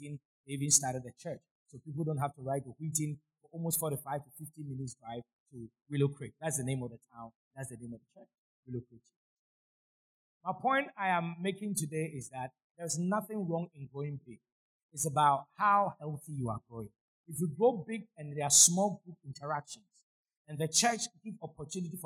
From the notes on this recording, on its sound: Sermon preached at CBC Shiashie Campus